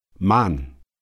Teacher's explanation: Centralized and more open